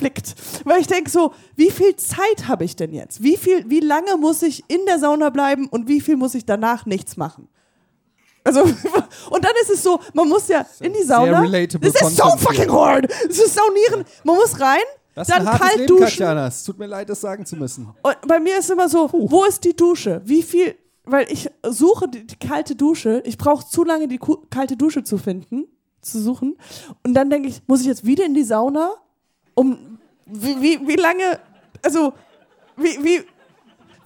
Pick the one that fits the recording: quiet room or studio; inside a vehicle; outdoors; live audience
live audience